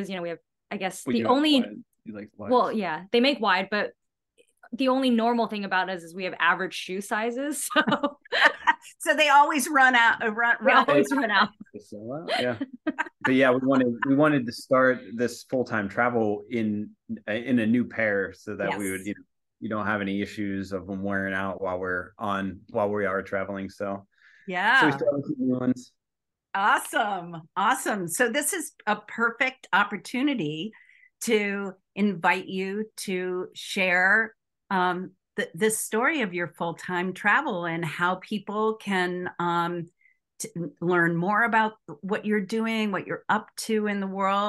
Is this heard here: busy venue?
no